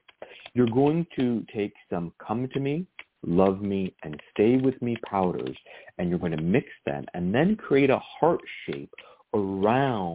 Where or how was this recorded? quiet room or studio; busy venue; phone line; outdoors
phone line